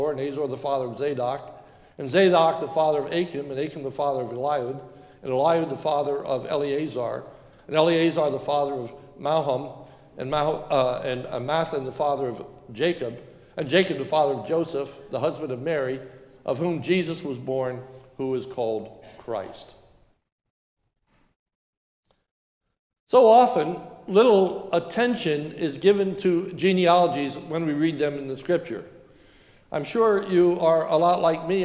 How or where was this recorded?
large echoing room